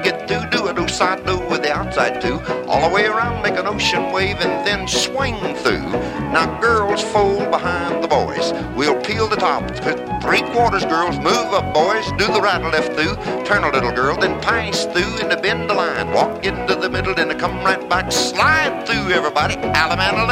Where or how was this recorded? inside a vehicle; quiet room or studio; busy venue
busy venue